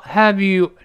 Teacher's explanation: 那个 H，那个 H，似有似无，好像就没有了。